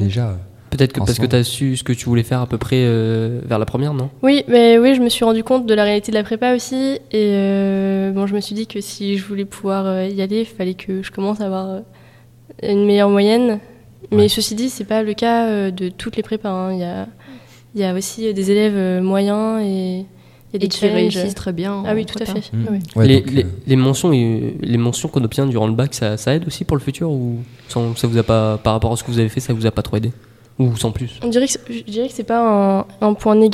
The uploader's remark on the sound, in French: Emission réalisée en direct samedi 3 février 2018 lors du forum de l'orientation du Lycée Rémi Belleau.